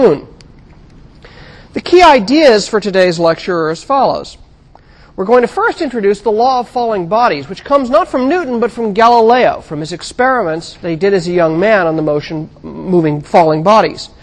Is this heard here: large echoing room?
yes